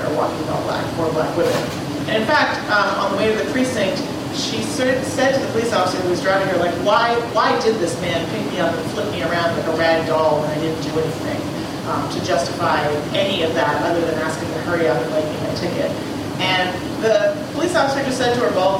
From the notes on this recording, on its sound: This show featured audio from a panel discussion at Concordia University. The panel was part of the Week Against Police Brutality.